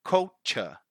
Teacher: in British English, we don't pronounce the R